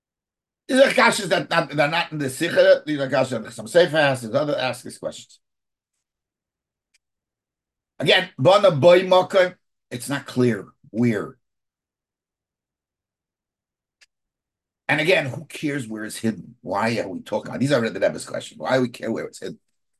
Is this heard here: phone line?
no